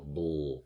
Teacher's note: we go from the release of a B into the dark L